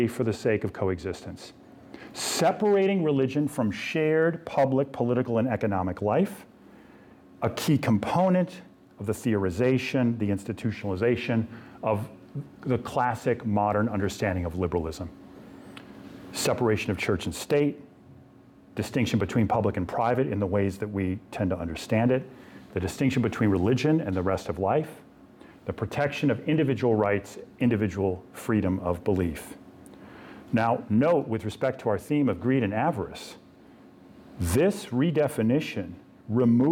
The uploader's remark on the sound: This lecture was given on October 19th, 2023, at the University of Oregon.